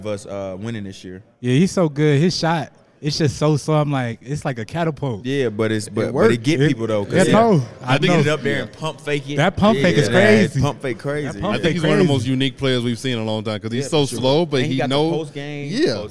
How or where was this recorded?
busy venue